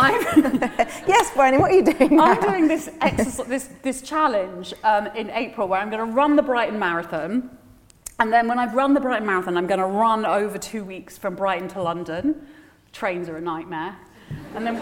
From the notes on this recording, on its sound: With a live audience at Henley Literary Festival.